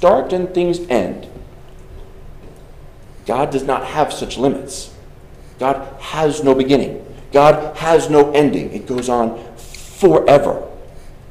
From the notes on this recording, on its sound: Delivered on June 25th, 2023 at Arriba, Congregational Church.